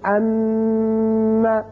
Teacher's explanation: جب ان کے اوپر شد آ جائے تو وہاں آواز رکے گی ایک الف کے برابر، جیسے ان، یہ جو تھوڑی دیر کے لیے آواز ناک · Term: غنہ